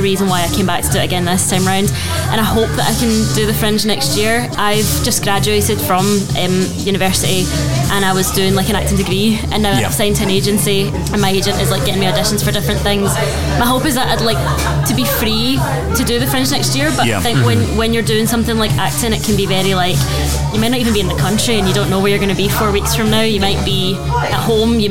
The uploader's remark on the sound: Episode four was recorded live in The Cocktail Mafia (over Bank Holiday Weekend), a bar in Edinburgh's West End.